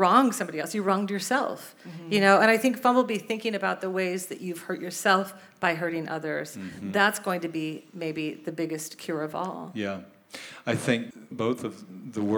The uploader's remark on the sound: Live In Portland. Record the show in front of a live audience at Revolution Hall in Portland, OR.